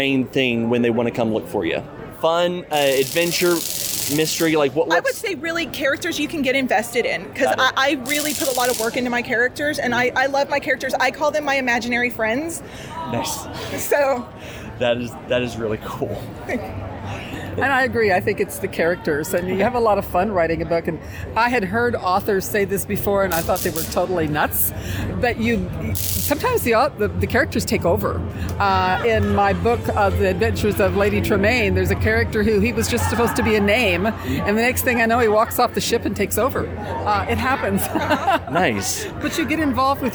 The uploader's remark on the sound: As I was walking the floor at All-Con, I came across a table that intrigued me from the shear uniqueness of its appearance.